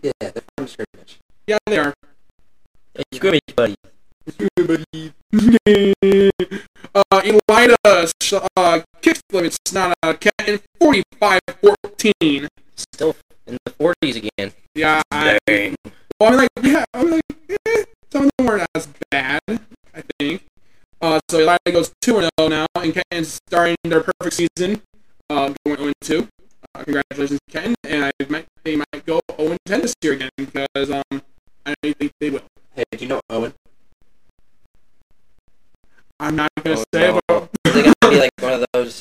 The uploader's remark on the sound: Please Excuse the choppy audio. The audio did not sound like this while recording.